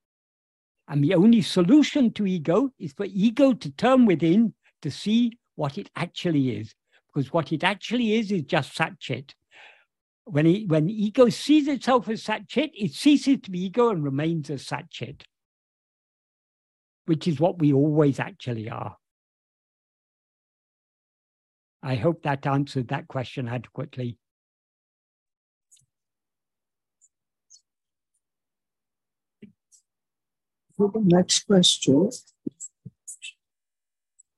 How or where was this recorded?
video call